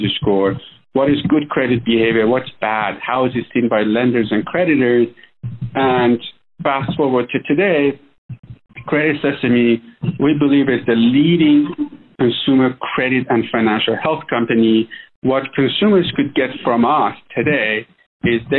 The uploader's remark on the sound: This is an excerpt from that phone interview.